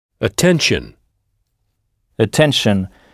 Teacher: écoutez bien le A initial prononcé E